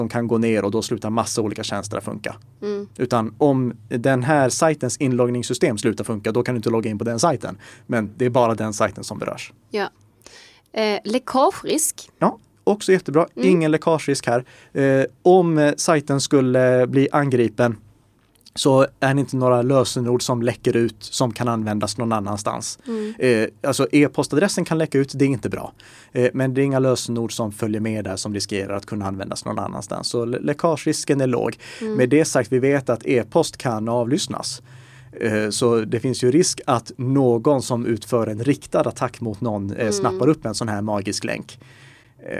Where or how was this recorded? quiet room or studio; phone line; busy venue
quiet room or studio